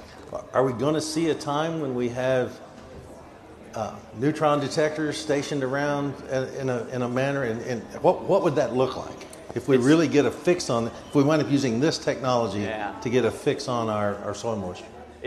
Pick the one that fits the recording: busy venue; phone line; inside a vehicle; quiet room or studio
busy venue